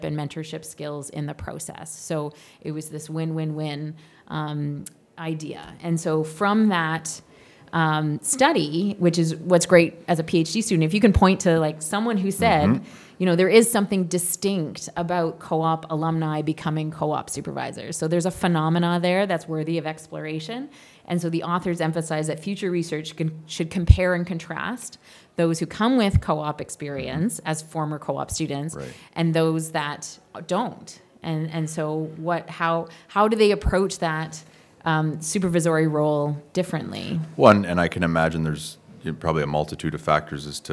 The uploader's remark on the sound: Live from the 2023 CEWIL Conference in Halifax, NS